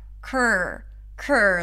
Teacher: So to say this word, you want to start with a k sound and then bring the tongue up for the R.